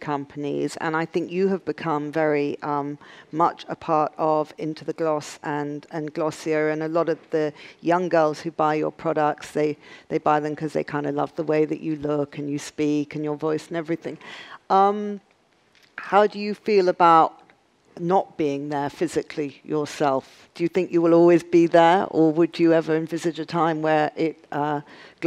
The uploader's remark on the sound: on stage at #BoFVOICES